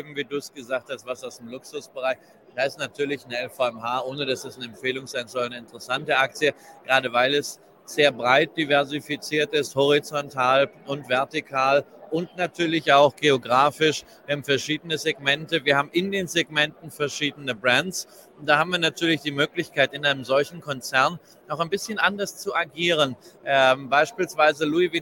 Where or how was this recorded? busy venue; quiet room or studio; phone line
busy venue